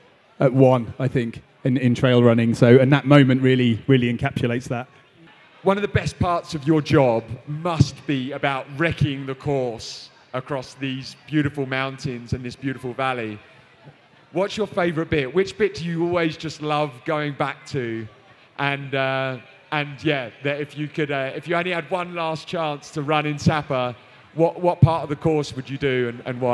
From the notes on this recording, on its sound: VMM 2023 - Pre Race Interviews. We are joined on stage at VMM.